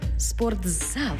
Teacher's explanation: У слові «спортзал» звук «т» переходить у звук «дз»